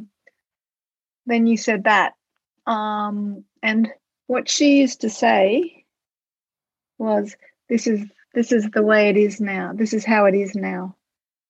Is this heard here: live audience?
no